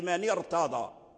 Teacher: التفخيم لمن ارتضى، قول الله تعالى لمن ارتضى، الراء ساكنة قبلها كسرة، لمن ارتضى فخمناها